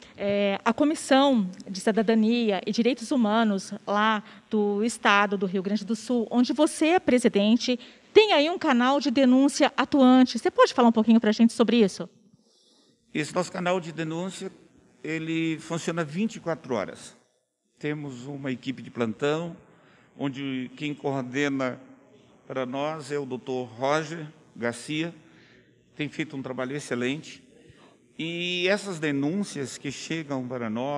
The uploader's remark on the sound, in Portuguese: durante cerimônia de entrega do Título de Cidadão itatinguense na Câmara Municipal de Itatinga